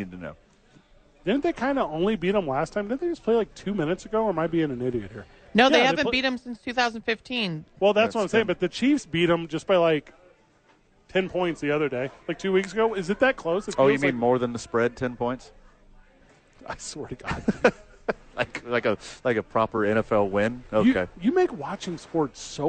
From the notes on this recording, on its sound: Live from Howies Sports Page.